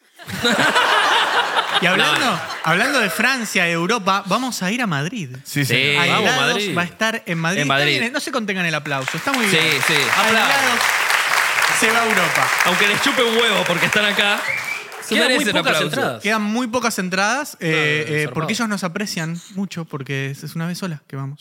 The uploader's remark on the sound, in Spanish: Estamos EN VIVO en el TEATRO CHACAREREAN.